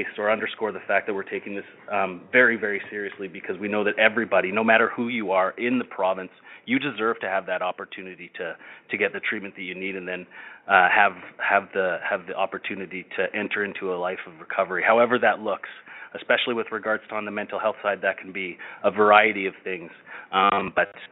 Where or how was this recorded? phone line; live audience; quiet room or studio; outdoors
phone line